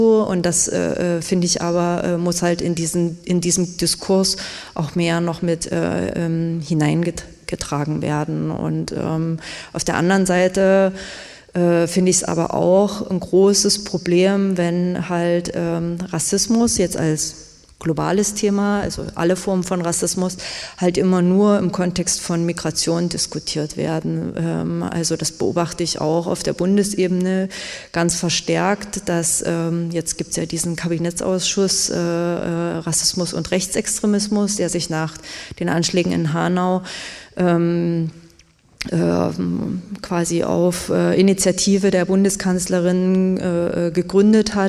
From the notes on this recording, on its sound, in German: Fachtag zu Roma und Snti in Sachsen: Podiumsgespräch. Anschließend diskutieren die Podiumsteilnehmer*innen über ihre Vorschläge und kommen mit dem Publikum ins Gespräch.